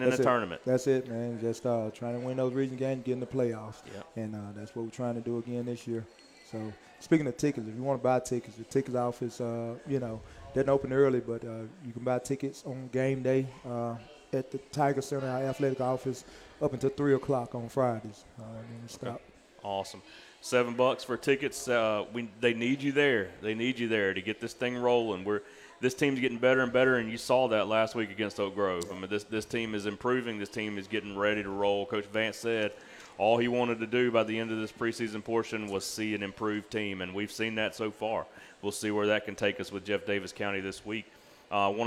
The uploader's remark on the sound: live from Walk-On's